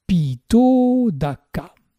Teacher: Pito Daka est un mot composé formé de pita et de Udaka. Le A final de Pita fusionne avec le OU initial de Udaka pour faire la diphtongue O. O qui est longue par définition.